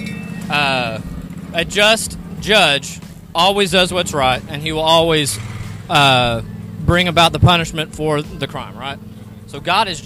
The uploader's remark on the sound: share the gospel at the local Autumn Festival, in Paintsville Kentucky